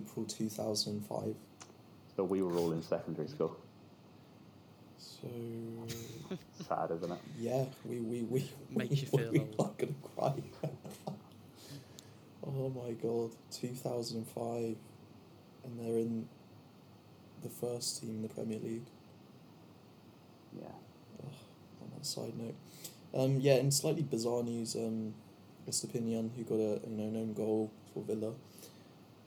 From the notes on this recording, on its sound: Apologies folks in advance for minor sound quality issues